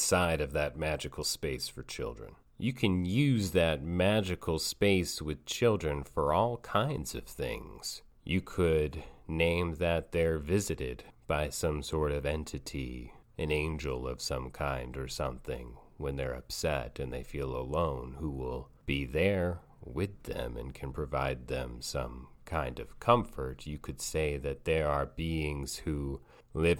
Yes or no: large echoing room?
no